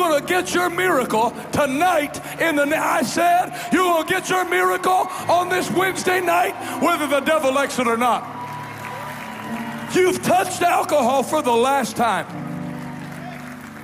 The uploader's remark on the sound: LIVE in Harlingen, Texas Night 2